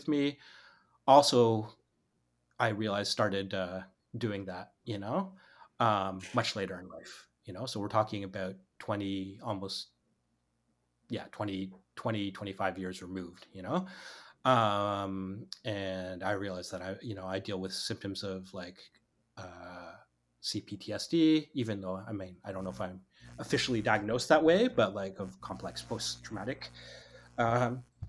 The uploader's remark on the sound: Please excuse slight buzzing throughout, as we had some technical difficulties during the recording.